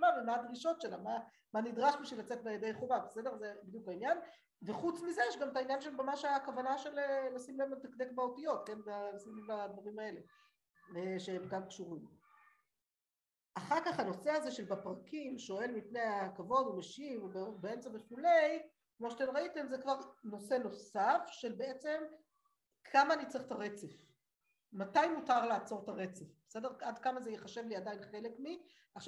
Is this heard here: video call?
yes